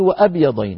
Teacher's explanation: همزة تثبت في الحالين يعني في البدء والوصل · Term: همزة قطع